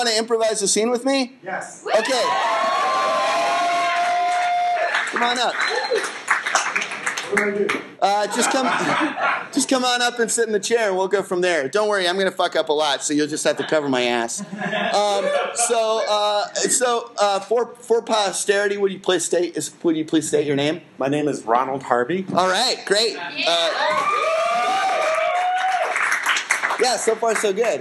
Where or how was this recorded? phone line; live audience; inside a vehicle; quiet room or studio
live audience